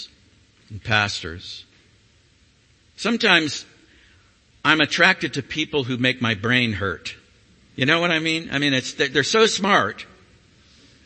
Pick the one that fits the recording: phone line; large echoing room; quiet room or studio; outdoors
large echoing room